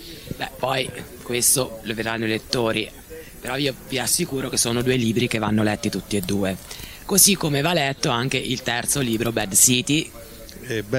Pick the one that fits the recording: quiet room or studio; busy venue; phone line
busy venue